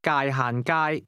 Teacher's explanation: It's pronounced with a mid-level, low, high sequence.